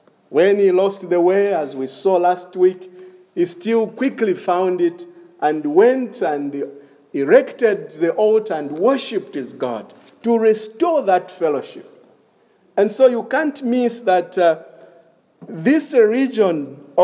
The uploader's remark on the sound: This is a sermon preached in the evening of August 1, 2021 at Crossway Baptist Church